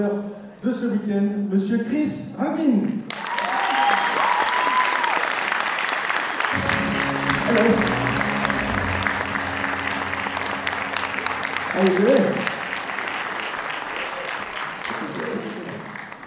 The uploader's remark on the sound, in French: Conférence TGS Springbreak 2017 : Inauguration. L'édition 2017 du TGS Springbreak vient de se terminer, et donc voici la petite flopée de conférences enregistré durant ce petit week end. L'inauguration de la convention qui à eu lieu le samedi matin.